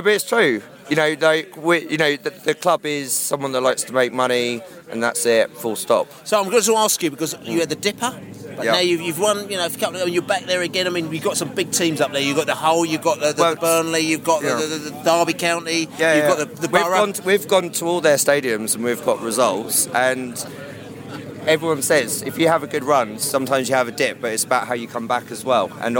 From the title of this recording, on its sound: post-match podcast from the pub